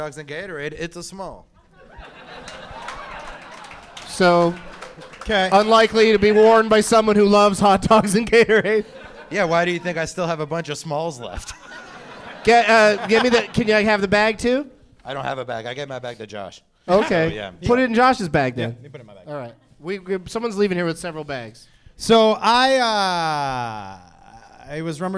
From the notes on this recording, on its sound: Live from The Comedy Zone in Charlotte